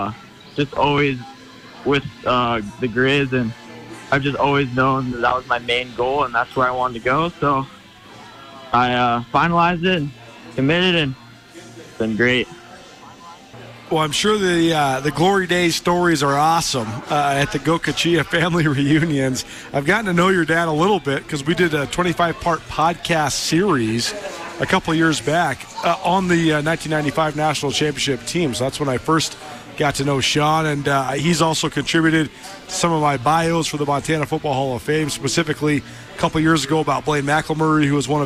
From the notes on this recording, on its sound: LIVE from downtown Bozeman after Montana State's football media day.